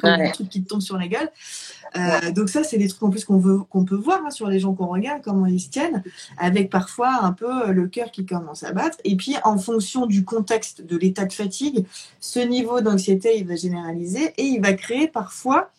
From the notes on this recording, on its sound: live Instagram